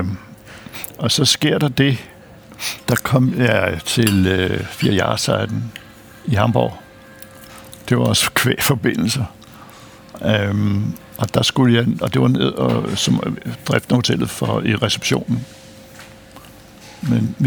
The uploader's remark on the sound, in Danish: Optaget på Nimb Brasserie, Tivoli, København.